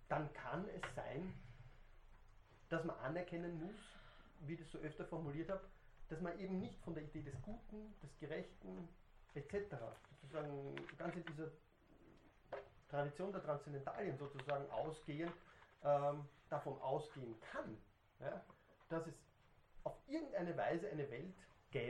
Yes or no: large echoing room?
yes